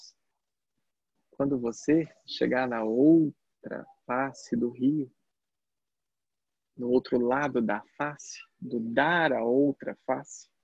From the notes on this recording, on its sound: Online via Zoom